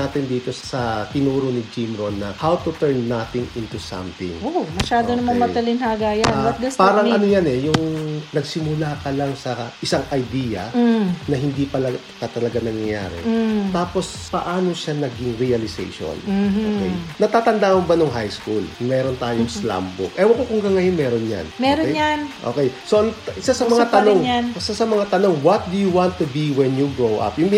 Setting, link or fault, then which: fault, background noise